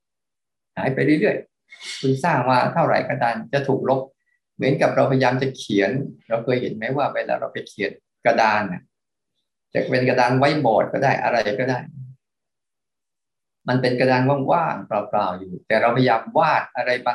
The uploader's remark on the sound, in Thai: คอร์สออนไลน์ (ผ่านโปรแกรม Zoom).